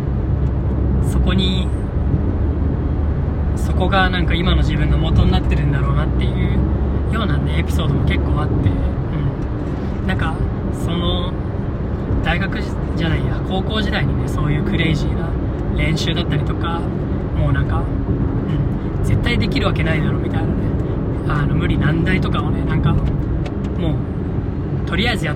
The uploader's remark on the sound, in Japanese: 初の車内収録でした。時々騒音等あると思いますが、ご了承ください。